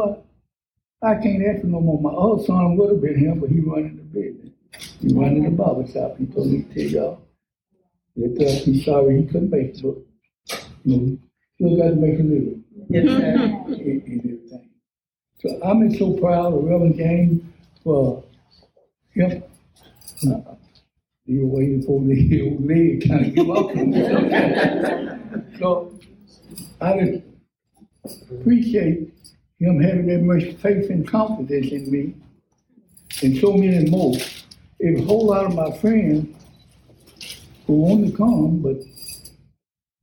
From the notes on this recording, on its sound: Sorry about the additional background noise. The event was really loud.